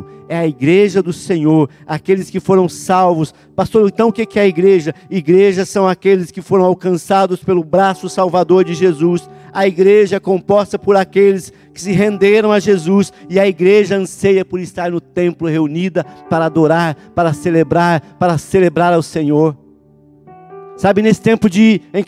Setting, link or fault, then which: setting, large echoing room